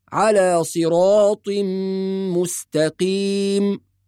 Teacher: ثم يقول الله عز وجل على صراط مستقيم، وذكرنا أن الصاد والطاء قبل ذلك حروف مفخمة، فكلمة صراط كلها مفخمة، الصاد والراء والطاء، وكلمة مستقيم نحافظ فيها على ترقيق السين والتاء، فلا نقول مستقيم وإنما نقول مستقيم.